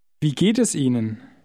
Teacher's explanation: Did you notice how the words geht es run into each other?